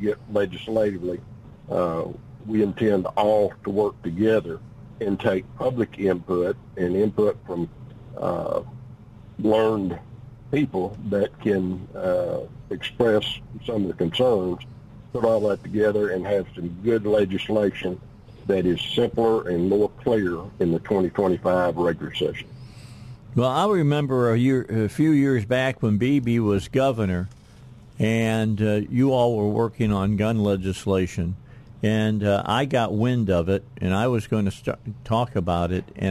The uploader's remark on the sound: Joined us by phone. Here in the state of Arkansas!